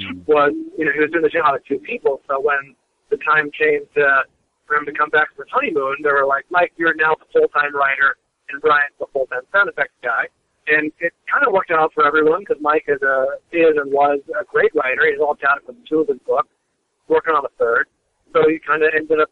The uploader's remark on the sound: called